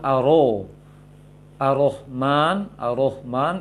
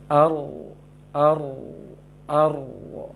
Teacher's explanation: Arohman belum, seharusnya bisa naik. Lisan naik ke langit-langit. Pertengah lisan naik ke langit-langit, pangkalnya juga ikut. · Shown in: second take · Term: ro tebal